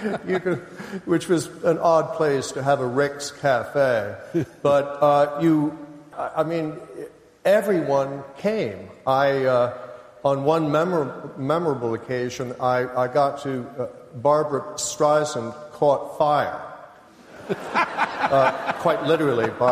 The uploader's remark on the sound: The event originally took place on the 11th November 2011 at The Southbank Centre’s Royal Festival Hall and was watched live by 2500 at the venue. At The Southbank Centre’s Royal Festival Hall and was watched live by 2500 at the venue, and by thousands more in UK cinemas and online.